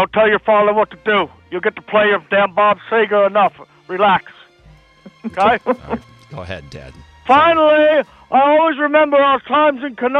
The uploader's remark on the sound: His dad jumps on the line to relive some romantic moments live on the air!